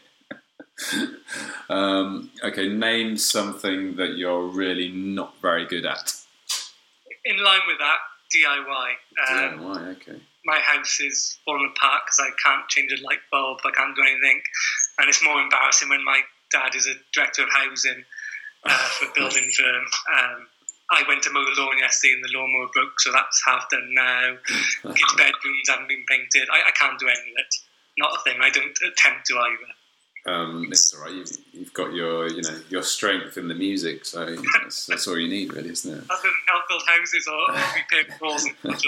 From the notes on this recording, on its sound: This interview was recorded using Skype.